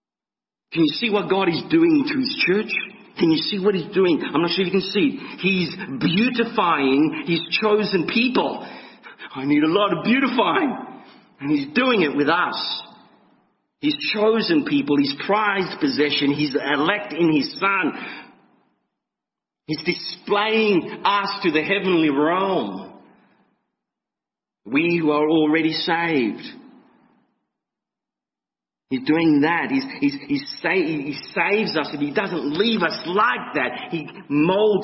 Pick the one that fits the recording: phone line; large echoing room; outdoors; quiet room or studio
large echoing room